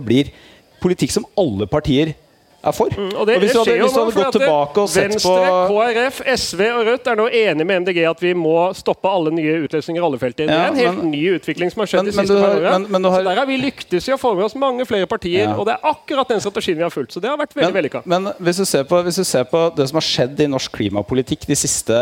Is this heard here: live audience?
yes